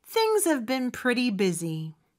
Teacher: Busy 같은 경우는 S 역시 Z 발음으로 해주셔야 돼요.